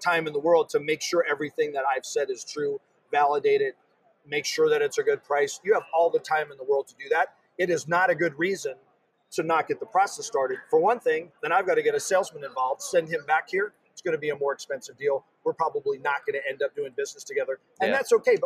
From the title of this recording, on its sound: Live From D2D-Con